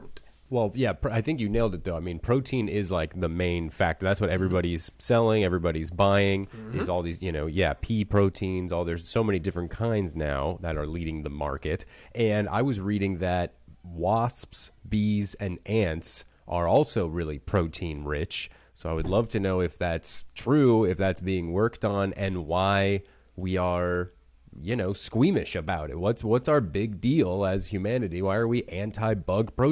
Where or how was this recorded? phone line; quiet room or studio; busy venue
quiet room or studio